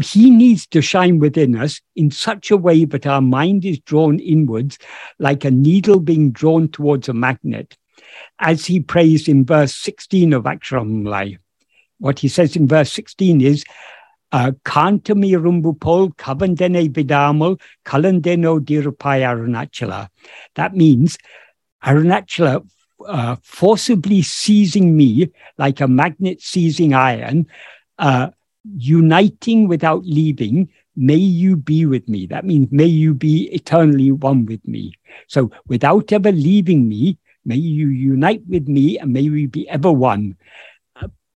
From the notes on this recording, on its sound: In a Zoom meeting of the ‘Ramana Maharshi Foundation UK’ on 25th June 2022